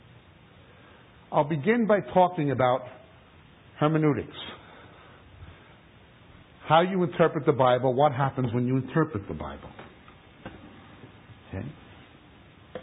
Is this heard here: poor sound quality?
yes